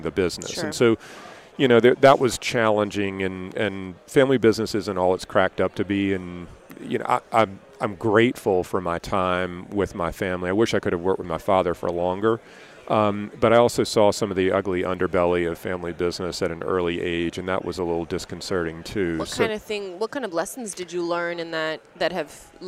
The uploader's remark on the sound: at the Voices of Dentistry Conference